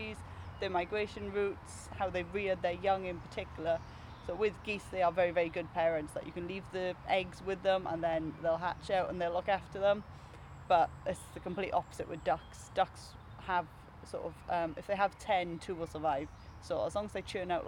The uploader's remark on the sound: This one was recorded in the park earlier this summer, so you can hear more birdsong than you would in our usual studio.